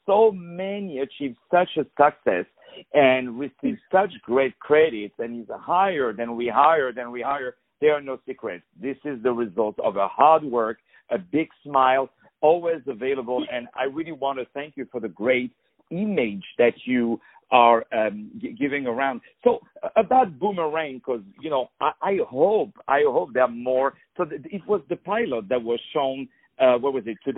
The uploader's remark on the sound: On the phone